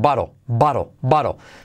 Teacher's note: Anyways, so varón sin N, varo con una pizquita de L solo, ¿vale? Solo una pizquita de L, no es barol, sino baro